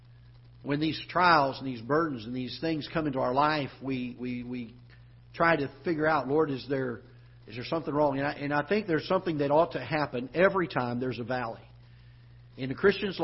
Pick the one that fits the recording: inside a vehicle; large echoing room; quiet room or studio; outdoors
large echoing room